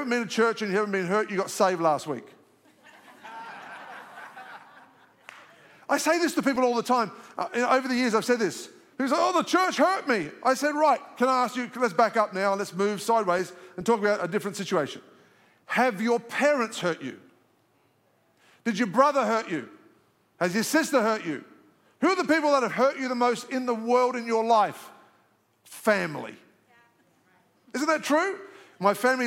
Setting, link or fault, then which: setting, large echoing room